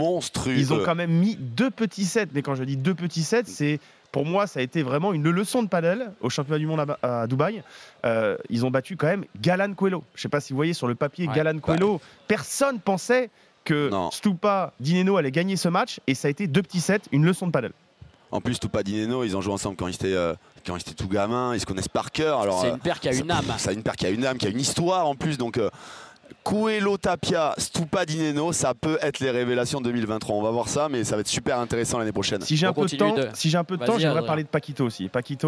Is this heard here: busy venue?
yes